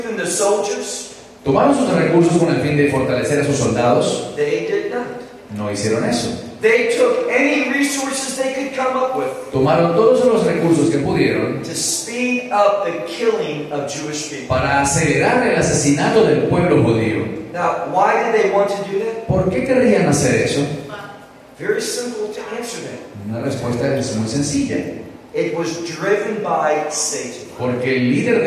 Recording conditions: poor sound quality